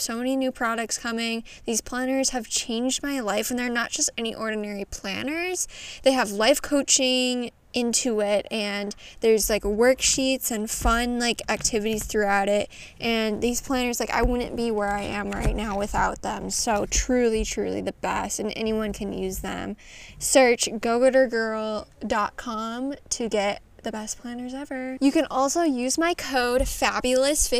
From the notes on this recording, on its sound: tune in as I take you outside at my cabin!